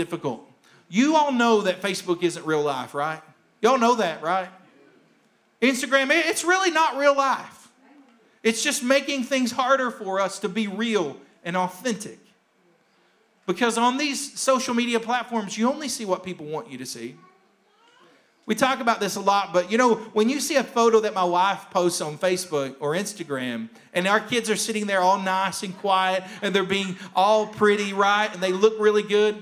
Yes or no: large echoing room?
yes